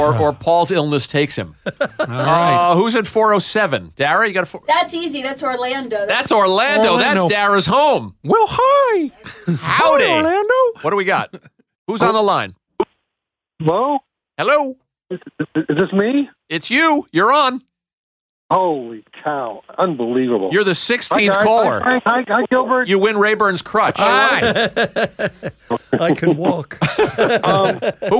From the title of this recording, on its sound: Call-in Show Spectacular